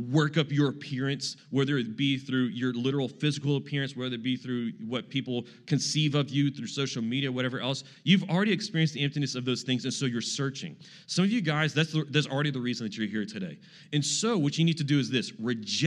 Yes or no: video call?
no